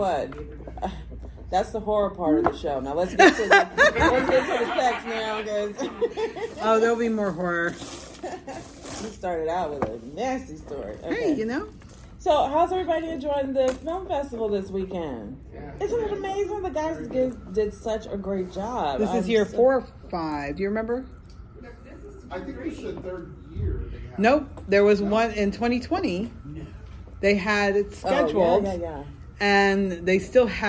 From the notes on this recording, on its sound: Houston Horror Film Fest 2023. We did a live show at Houston Horror Film Festival with live audience interaction.